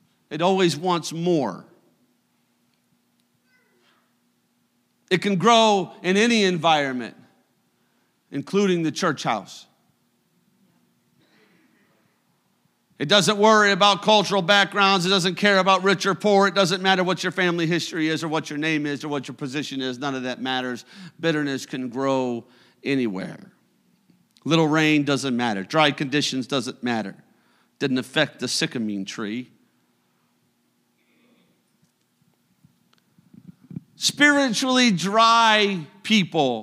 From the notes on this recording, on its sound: a service recording from Connect Point UPC